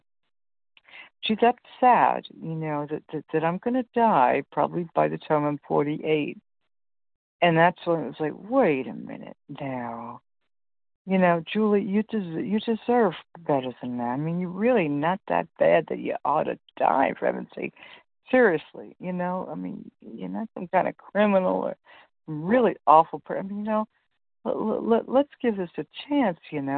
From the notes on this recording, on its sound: 100 Pounders Phone Meeting